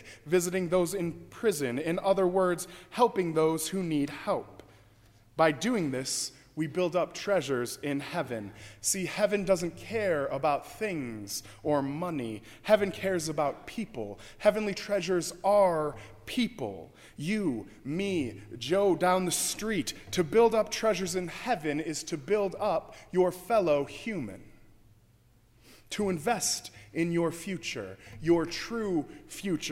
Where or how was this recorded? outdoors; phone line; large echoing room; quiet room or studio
large echoing room